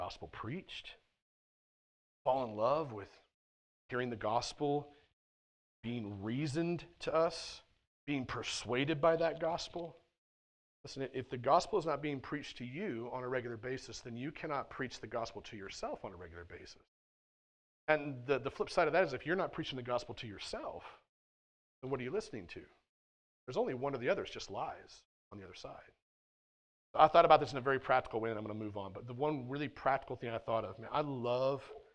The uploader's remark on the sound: at The Well, an SBC, Converge Heartland church in Hastings, NE.